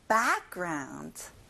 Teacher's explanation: 백이 아니라 크게 벌려서 background